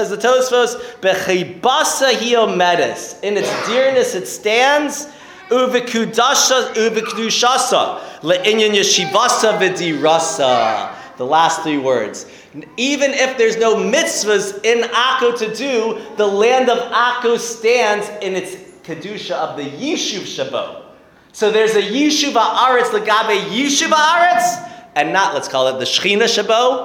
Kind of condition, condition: setting, live audience